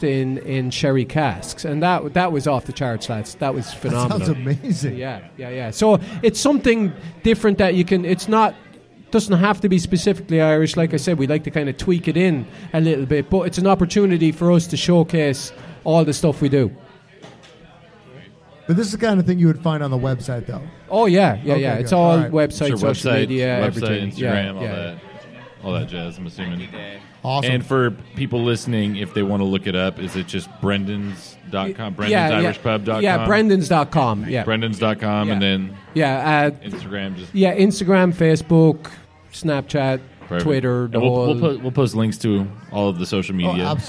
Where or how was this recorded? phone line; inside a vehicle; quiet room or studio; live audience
live audience